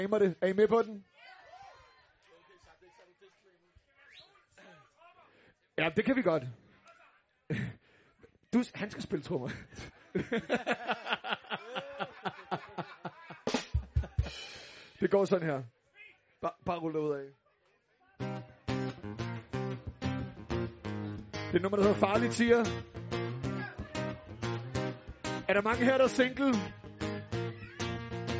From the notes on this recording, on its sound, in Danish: Live fra Ringkøbing. Live fra en #hjemmefest - gemt væk i en vestjysk skov.